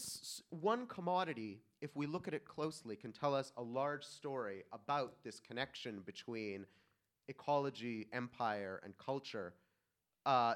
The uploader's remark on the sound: The opening panel of the “After Extractivism” conference. Recorded at the Haus der Demokratie und Menschenrechte.